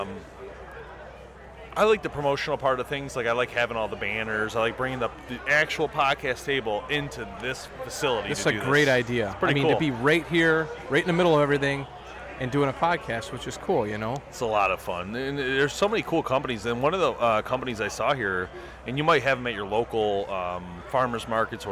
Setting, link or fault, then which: setting, busy venue